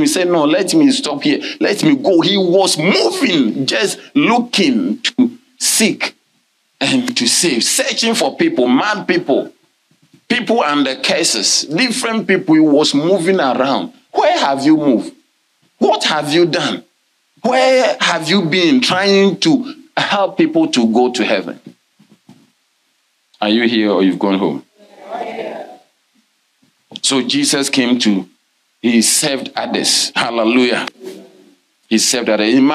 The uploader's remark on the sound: Sermon delivered on Sunday, March 12, 2023, at LCI Mega-Church in Cape Town, South Africa.